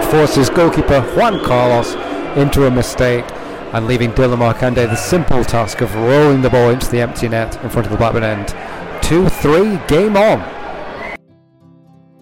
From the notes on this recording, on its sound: It was #FansTakeover day at Ewood Park. Take you around Ewood recording chats with all-comers to give you a sense of the occasion. We hear from fans and journalists from all parts of the Globe.